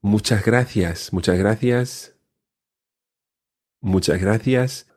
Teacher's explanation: you may hear the S being swallowed a little · The S before the gracias is swallowed a little.